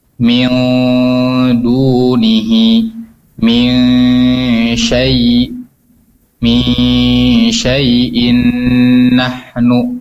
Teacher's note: harus konsisten gunanya 3 harokat